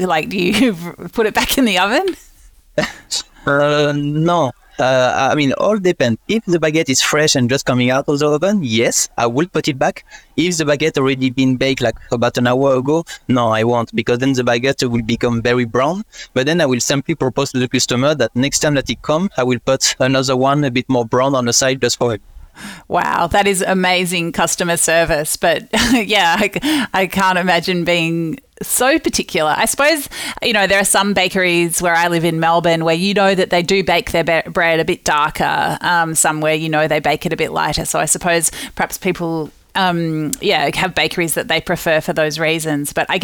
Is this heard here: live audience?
no